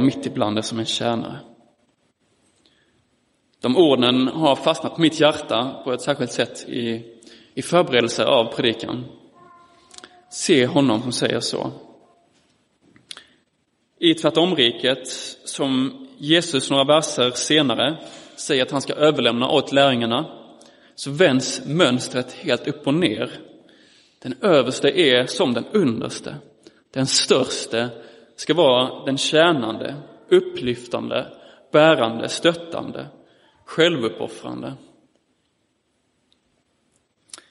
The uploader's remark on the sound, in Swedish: Inspelad i Roseniuskyrkan den 18 september 2022.